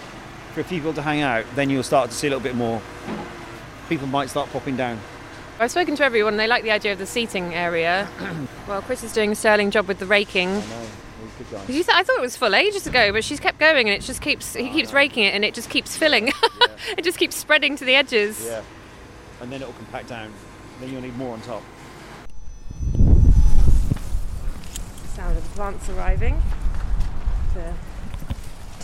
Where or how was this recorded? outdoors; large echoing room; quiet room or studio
outdoors